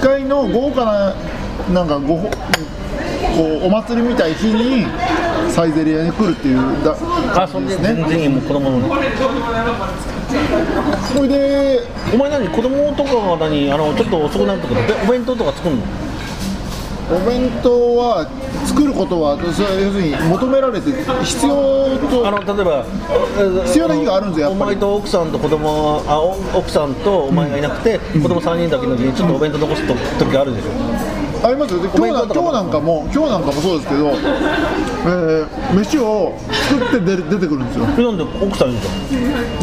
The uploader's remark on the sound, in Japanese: サイゼリアにて収録です。